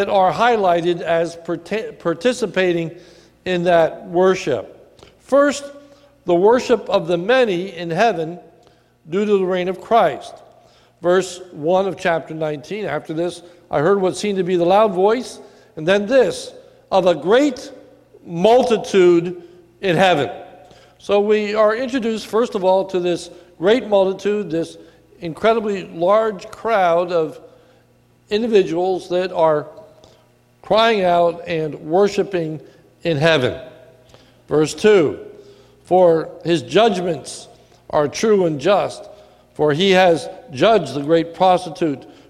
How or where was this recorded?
large echoing room